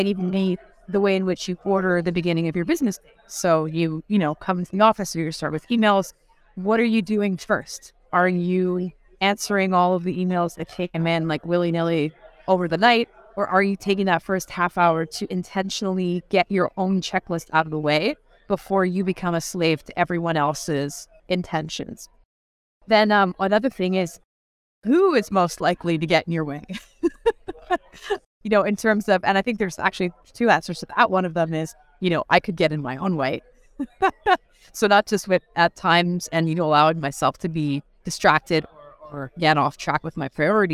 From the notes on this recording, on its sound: Live from the REWBCON!